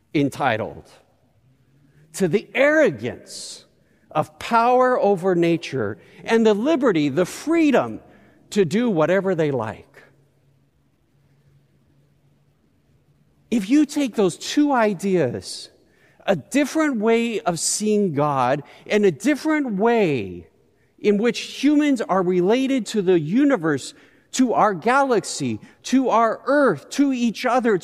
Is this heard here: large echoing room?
yes